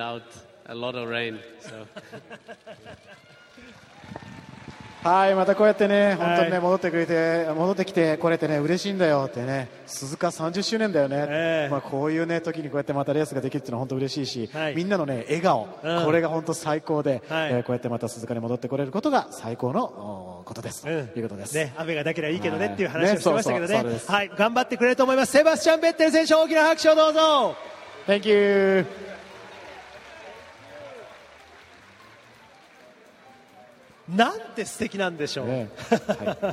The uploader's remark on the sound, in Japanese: 鈴鹿サーキットから臨場感たっぷり録れたて音声をお届けします。